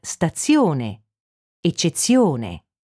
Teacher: In italiano la lettera Z può avere due suoni, Z e Z. Una caratteristica importante della pronuncia di questi suoni è che sono sempre doppi quando sono fra due vocali, anche se la Z non è doppia nello scritto.